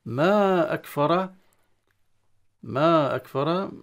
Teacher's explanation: مد منفصل جائز، الألف في نهاية الكلمة والهمزة في بداية الكلمة